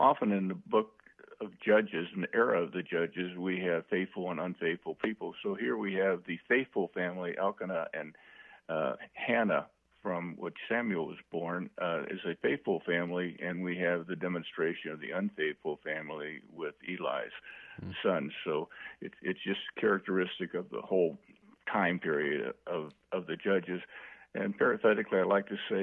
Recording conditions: phone line